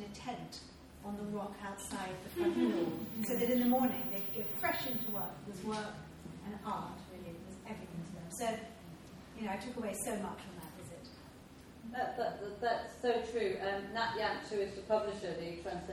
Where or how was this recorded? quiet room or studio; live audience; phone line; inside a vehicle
live audience